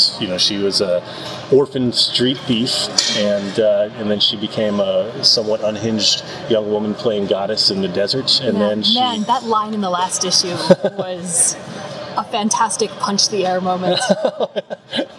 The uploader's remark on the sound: On no sleep, and on the con floor, so apologies in advance for the sound.